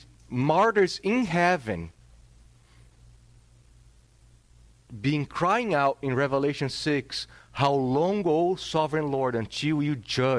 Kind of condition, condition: setting, large echoing room